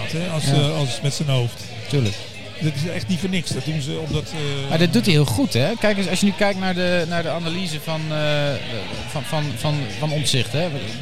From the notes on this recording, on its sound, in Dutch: Luister mee naar dit politieke café, live opgenomen in Soestdijk (Groningen).